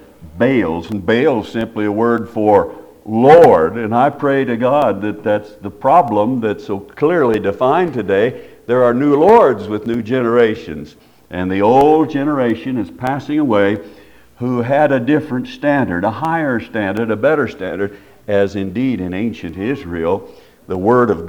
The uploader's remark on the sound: Preached at Paradise Valley Christin Church.